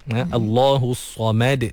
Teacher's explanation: Sama juga ada qalqalah pada huruf dal. Dan mim dipastikan nipis.